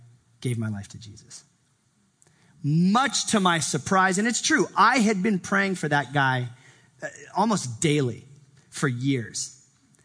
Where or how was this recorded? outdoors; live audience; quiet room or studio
live audience